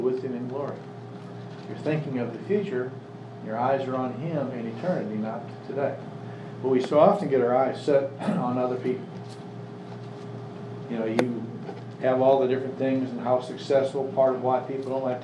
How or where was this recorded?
live audience